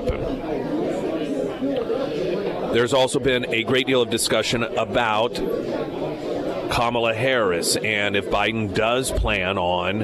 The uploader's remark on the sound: Live at Scramblers Diner for Heroes Breakfast.